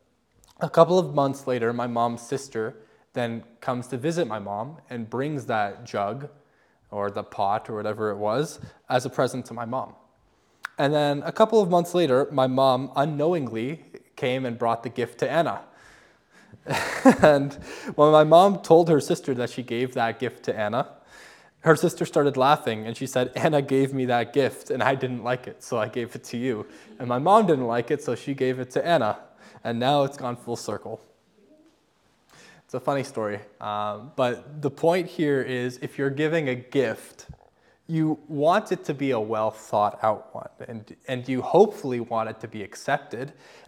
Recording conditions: large echoing room